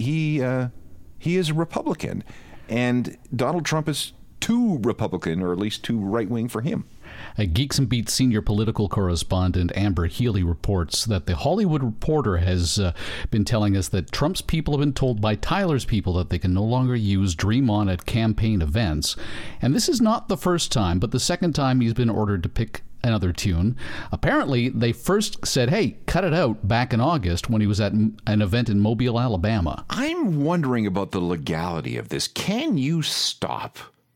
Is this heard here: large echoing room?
no